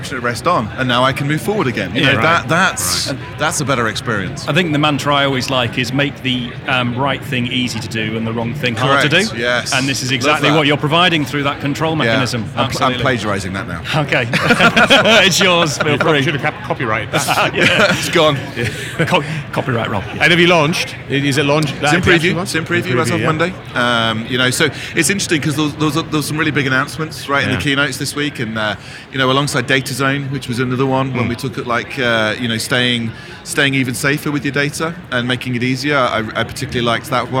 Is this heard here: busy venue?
yes